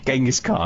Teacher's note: He's got an apostrophe between the G and the Z, in which the CH is partway between an English J and CH, and the apostrophe is a glottal stop, and the KH is pronounced as in the Scottish loch